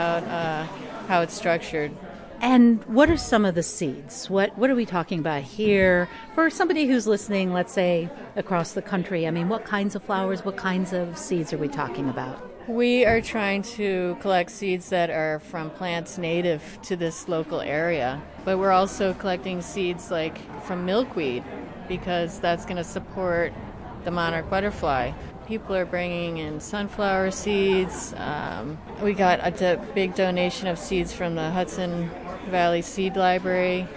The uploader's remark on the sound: Combination live performance, community event and radio broadcast based in the New York's Catskills region.